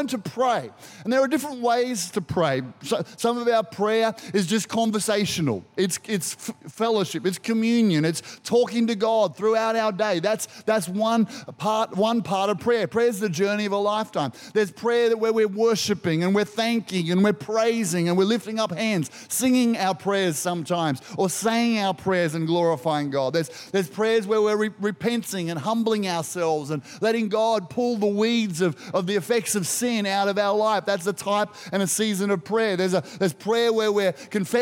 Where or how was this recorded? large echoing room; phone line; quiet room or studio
large echoing room